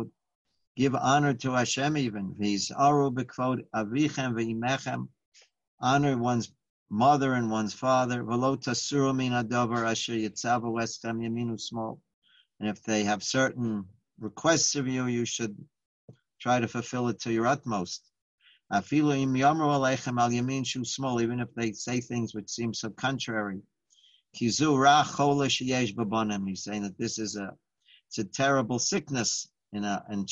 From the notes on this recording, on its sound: Live On Zoom.